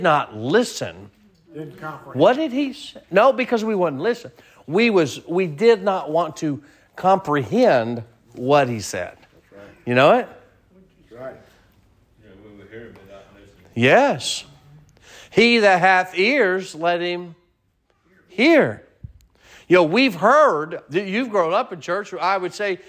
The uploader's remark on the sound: Sermon preached at Mid County Baptist Church